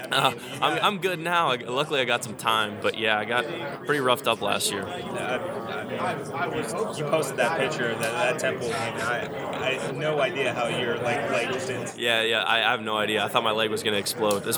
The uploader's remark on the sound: Live from AAC Media Days.